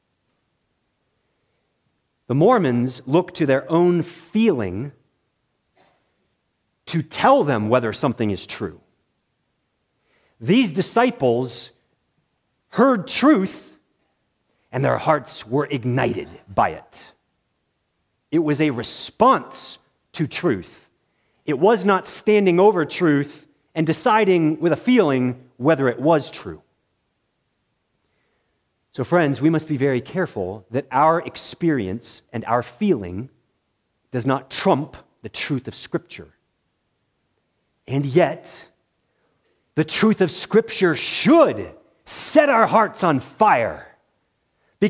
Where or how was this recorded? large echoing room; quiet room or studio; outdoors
large echoing room